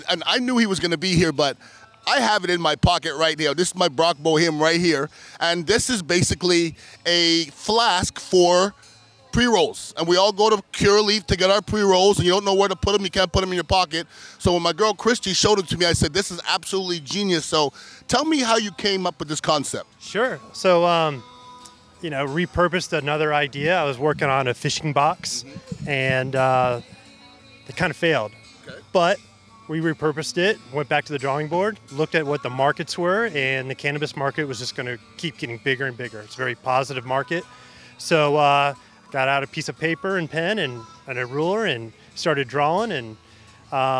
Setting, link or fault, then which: setting, busy venue